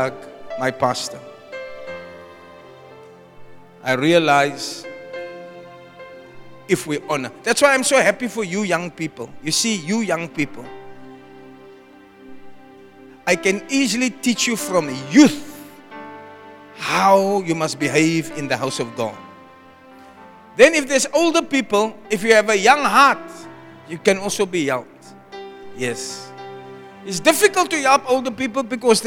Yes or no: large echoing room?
yes